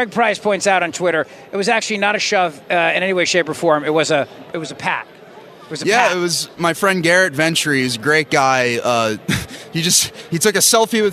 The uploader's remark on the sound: broadcasting live from CPAC in Washington D.